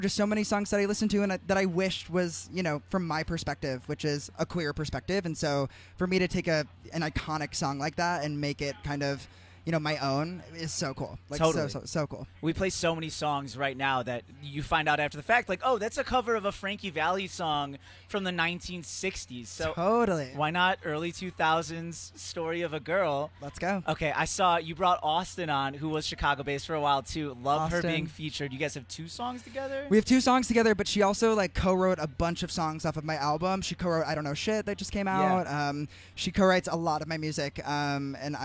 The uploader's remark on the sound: The MIX is live backstage at Lollapalooza 2022!